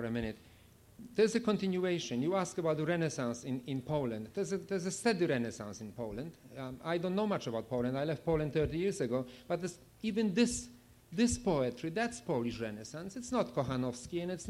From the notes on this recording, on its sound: Bilingual Reading and Discussion with Polish Poets. Read their poems to the audience.